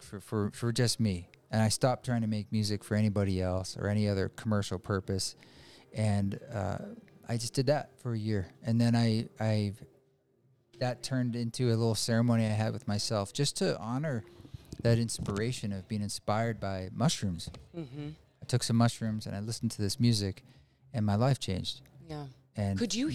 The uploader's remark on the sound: This abridged episode was recorded at DoubleBlind Magazine's first psychedelic festival Mycologia